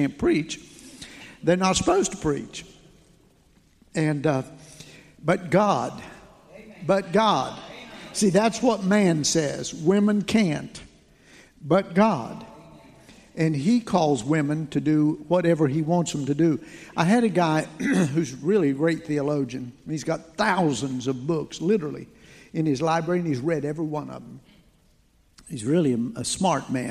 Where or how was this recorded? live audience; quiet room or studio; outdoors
live audience